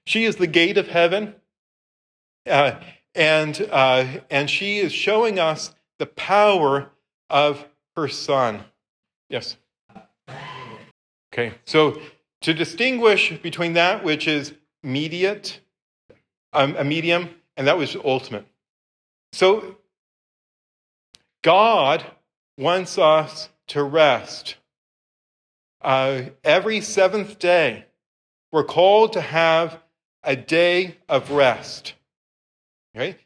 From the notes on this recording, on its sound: This lecture was given on July 17th, 2023, at St. Peter's Church on Capitol Hill.